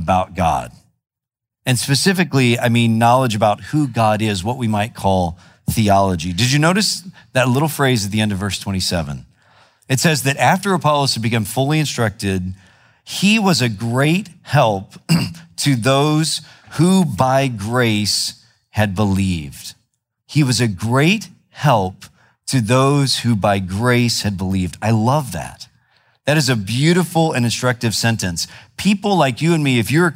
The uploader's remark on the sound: preached in February 2017 at Sojourn East